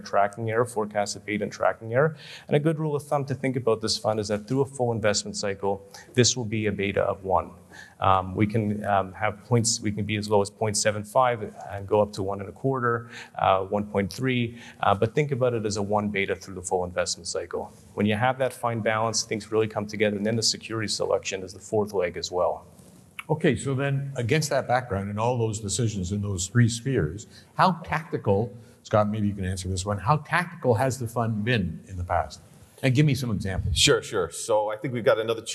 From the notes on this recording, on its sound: A daylong event for advisors. Sessions ran both onstage in Vancouver to a live audience, and from our Toronto studio for a crowd of thousands more online. They also field a few questions from the live audience.